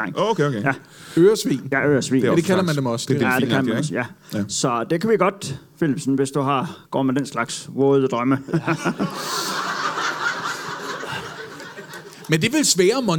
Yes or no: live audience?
yes